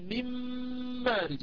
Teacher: أقول لك هذه الغنة التي سمعتيها هي غنة الميم وليست غنة النون، فبهذا أضغمت النون من حيث ذاتها وصوتها ومن حيث صفتها التي هي الغنة، أضغمت كلها في الميم، أما الغنة التي نسمعها هذه من مارج هي غنة الميم، انتهى.